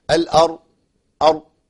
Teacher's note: أسمع صوت الضاد، ولو ما جاتش تبقى بتقطع الصوت مرة واحدة والضاد ما فيش قطع صوت، الضاد فيها رخاوة